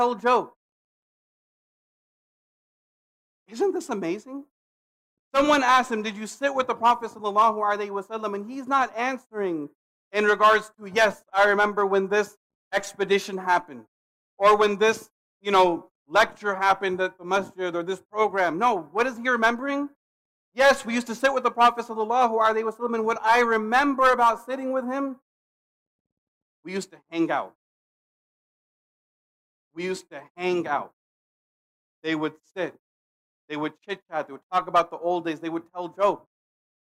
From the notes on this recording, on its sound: Khutbah delivered June 17, 2022 at Muslim Association of Pudget Sound in Redmond, WA